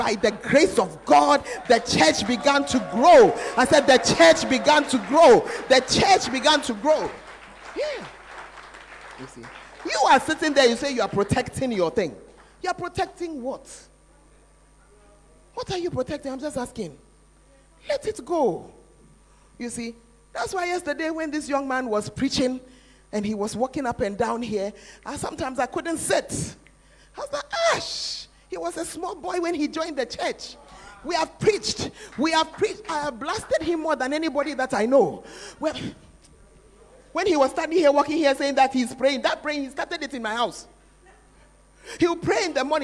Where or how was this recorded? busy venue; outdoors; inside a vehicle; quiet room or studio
busy venue